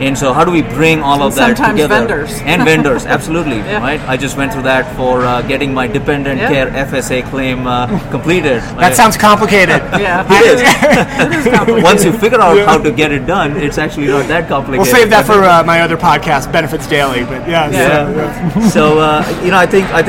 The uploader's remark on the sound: Recorded live from the recent ServiceNow Knowledge18 event in Las Vegas.